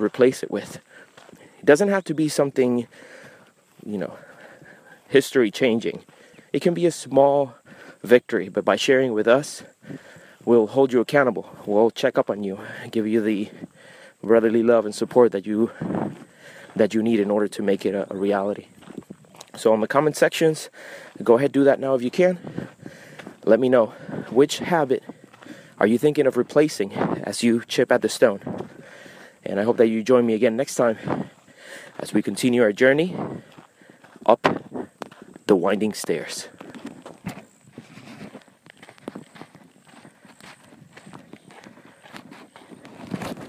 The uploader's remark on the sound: I recorded this brief installment of The Winding Stairs Freemasonry Podcast, while going out for a jog. As soon as I was done running, I spontaneously decided to record some of my thoughts.